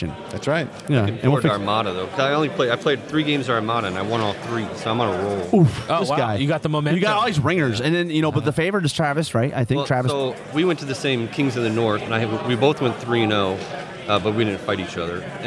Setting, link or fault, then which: setting, busy venue